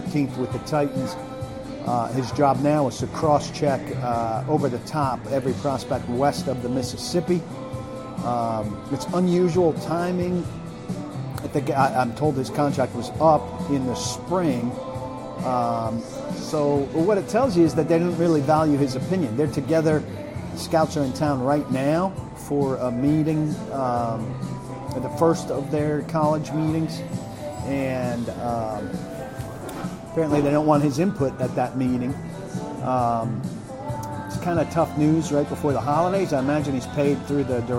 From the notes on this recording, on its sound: live from the DawgHouse Saloon in Nashville